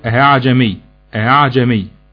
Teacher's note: وهو تسهيل الهمزة الثانية، وده ورد عند الإمام حفص عن عاصم في كلمة واحدة